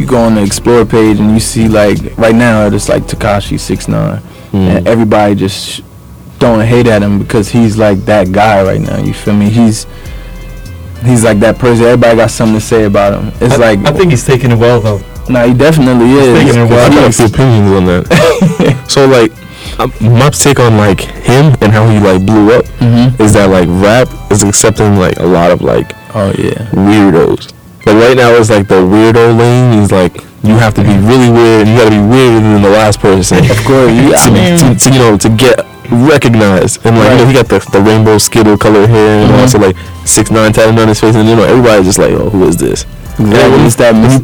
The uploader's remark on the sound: Sorry for the poor sound quality!